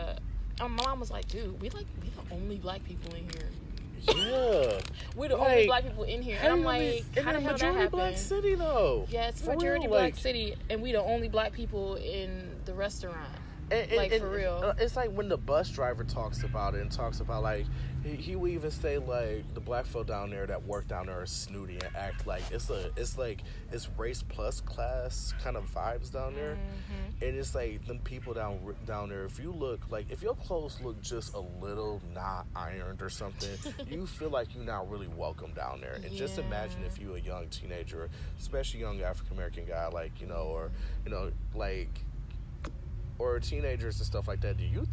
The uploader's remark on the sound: Gather around the bonfire and enjoy the nighttime sounds, that only a Detroit neighborhood can provide.